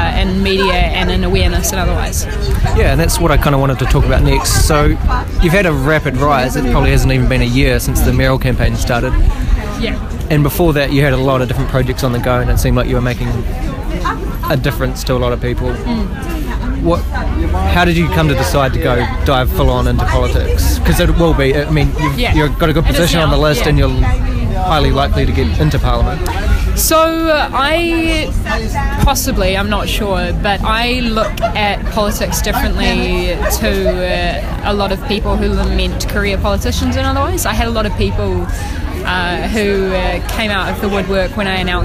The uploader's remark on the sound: We caught up with her down there. Excuse the background noise. There’s also a clip of her talk at Article at the end of this episode.